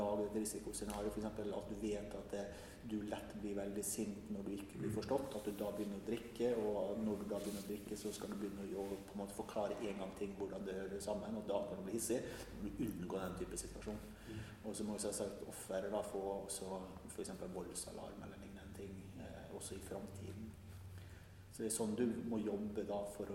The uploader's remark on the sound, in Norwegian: Live på Trondheim Folkebibliotek